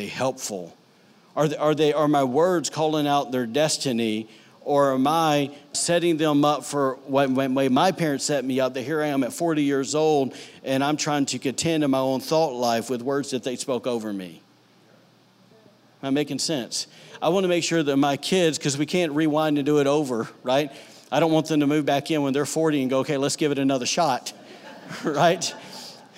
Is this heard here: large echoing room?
yes